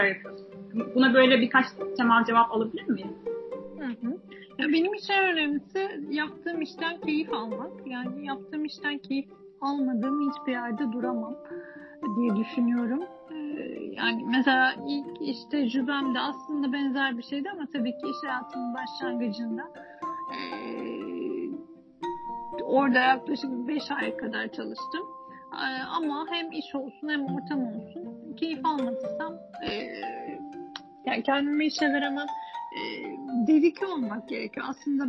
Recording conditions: drop-outs